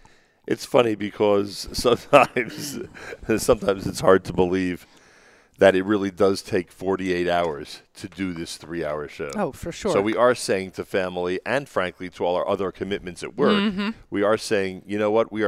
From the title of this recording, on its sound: Live from The JCC of Greater Pittsburgh